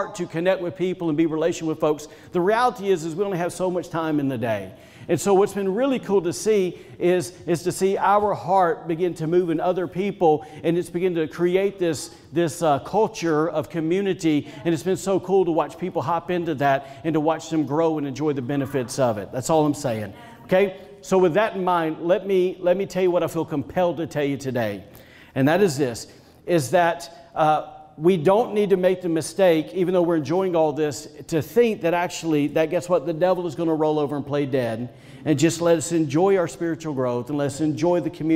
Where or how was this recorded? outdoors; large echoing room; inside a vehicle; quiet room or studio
large echoing room